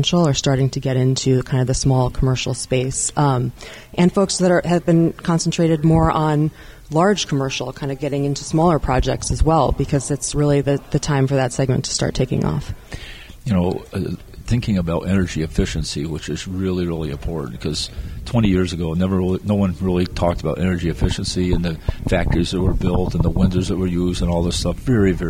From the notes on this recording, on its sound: Another episode from the RE+ Conference in Las Vegas.